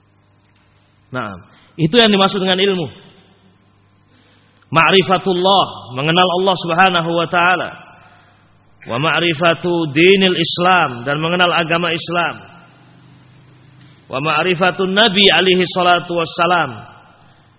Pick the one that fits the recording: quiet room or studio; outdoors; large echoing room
large echoing room